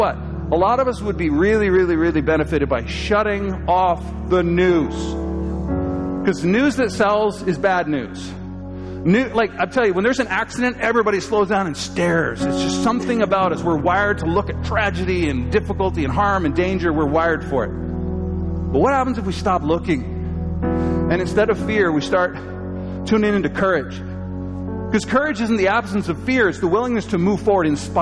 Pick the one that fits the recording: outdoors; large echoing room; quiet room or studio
large echoing room